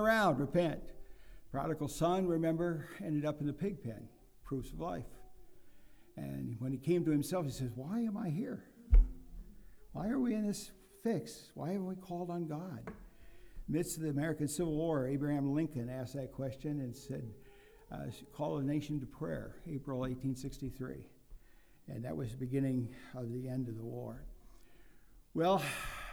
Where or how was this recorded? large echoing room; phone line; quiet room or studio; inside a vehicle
large echoing room